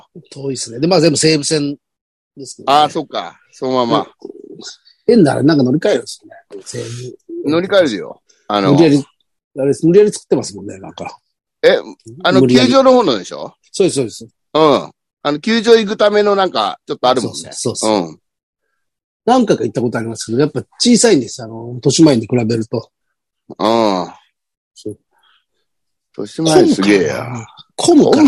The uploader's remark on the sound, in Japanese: ZOOMで収録